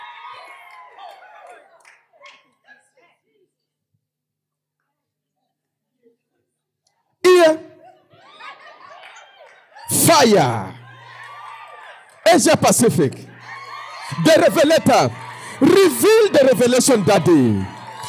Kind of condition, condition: setting, large echoing room